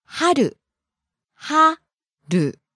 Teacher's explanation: It goes from high to low. · Term: pitch accent